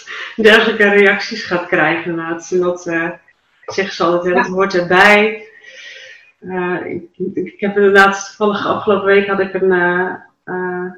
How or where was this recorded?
video call